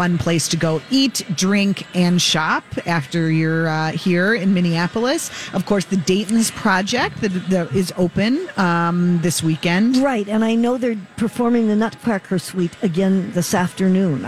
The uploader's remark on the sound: Live at the Minneapolis Convention Center